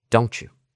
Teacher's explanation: Hablando, don't you, lo convertimos en chew.